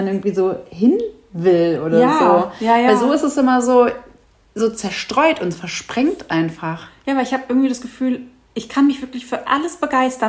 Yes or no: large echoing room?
no